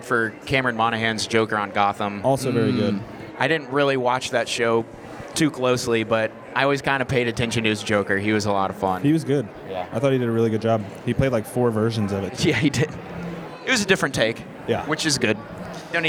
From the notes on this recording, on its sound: Live from Air Capital Comic-Con. A live show from a Comic-Con!?